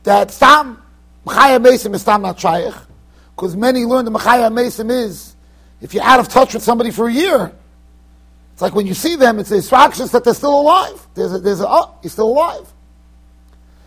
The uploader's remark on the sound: Shiur recorded in Yeshivas Ohr Reuven, Monsey NY.